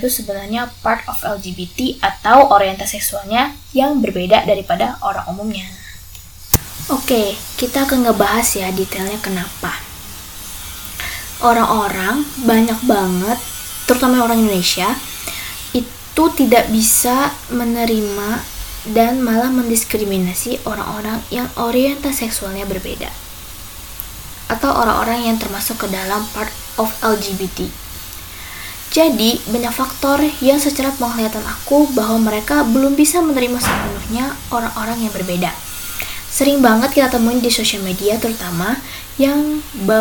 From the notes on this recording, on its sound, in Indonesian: episode kali ini bakalan banyak noise banget nih,karena tetangga lagi renovasi rumah dan suranya kenceng banget